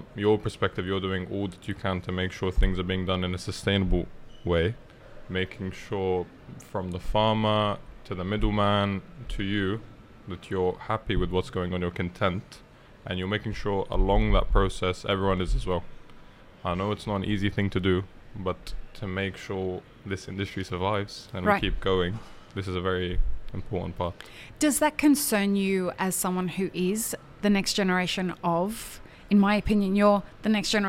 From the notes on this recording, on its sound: Live at WOC Dubai. Map It Forward and DXB Live is proud to present a selection of podcast episodes that were live-streamed from the show floor at World of Coffee Dubai 2024.